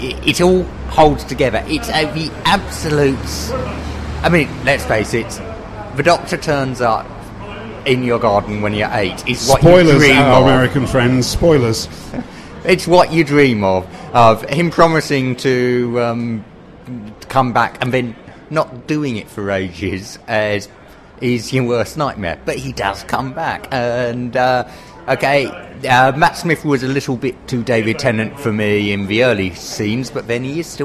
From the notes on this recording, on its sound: The Eleventh Hour London Launch Event. Recorded at the London Launch Event for Doctor Who: The Eleventh Hour. Both on and off mic.